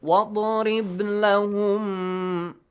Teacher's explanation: I change the harakat of mim to sukun, but with a nasal sound.